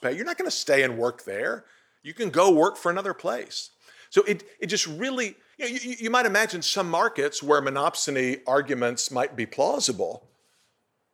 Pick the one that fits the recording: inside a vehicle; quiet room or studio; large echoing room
large echoing room